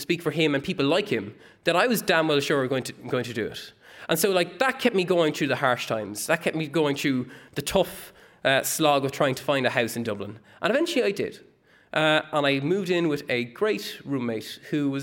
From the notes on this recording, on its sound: Recorded live at The Abbey Theatre, this is the first of a two part episode bringing you highlights of The Dublin Story Grand Slam 2018.